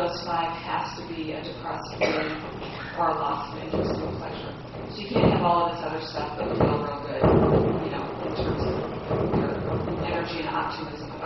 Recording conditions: poor sound quality